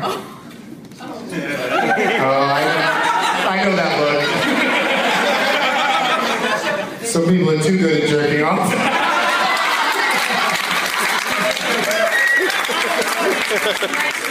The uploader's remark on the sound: against audience members at two shows at the Funny Bone in Toledo, OH